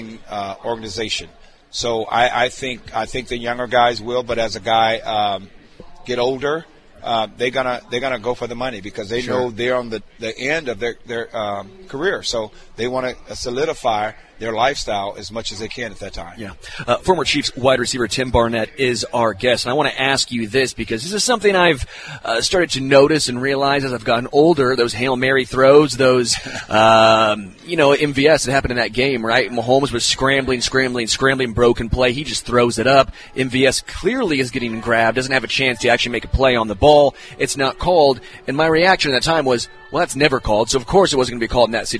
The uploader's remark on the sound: LIVE from Hollywood Casino!